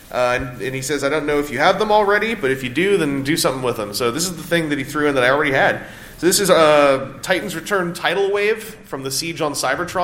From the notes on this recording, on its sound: On this RFC Extra we are at TFcon USA and are taking part of the Sunday podcast panel!